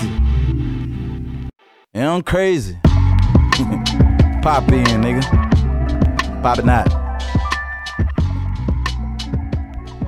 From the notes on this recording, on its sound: Live Set at THE POP